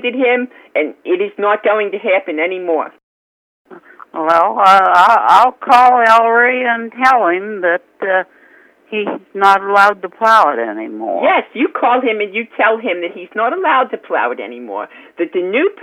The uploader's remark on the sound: RBCP's Personal Prank Phone Calls Collection